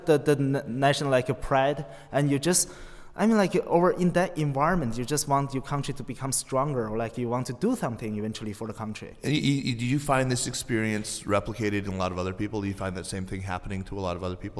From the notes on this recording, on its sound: live at the Princeton US-China Coalition Global Governance Forum